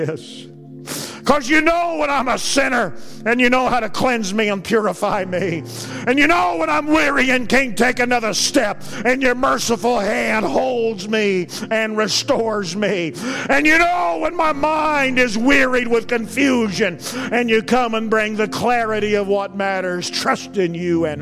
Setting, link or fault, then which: setting, large echoing room